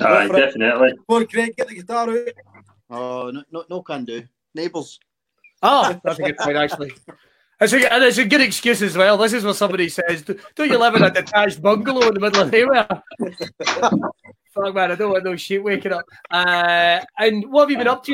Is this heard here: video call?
yes